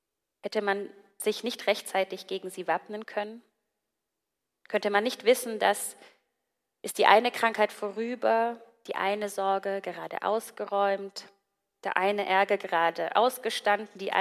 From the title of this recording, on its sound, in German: Gottesdienst vom 25.02.2024